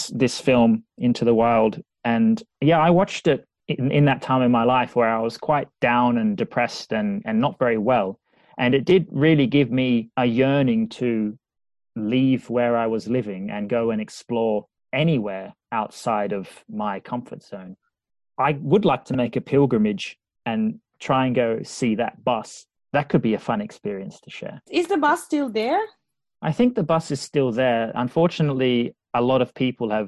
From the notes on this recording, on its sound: Zooms from Liverpool across the Irish Sea. In her natural habitat - Dublin.